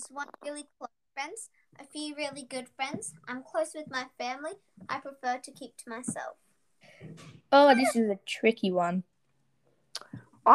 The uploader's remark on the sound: Audio quality is very bad.